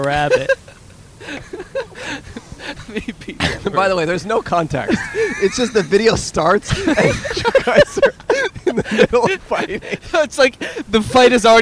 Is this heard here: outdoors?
yes